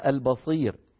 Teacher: ننطق باء مرققة نتبعها بصاد مفخمة